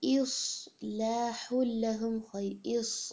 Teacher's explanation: صاد ایک تو جیسے پھیلے ہوئے ہونٹوں سے نہیں ادا ہوگا، ہیوی ہے اور اس کے اندر بھی سیٹی کی سی آواز آتی ہے، ٹھیک ہے؟ اس یہ والی وائس واضح ہو، اصلاحن اس طرح نہیں ریڈ ہو۔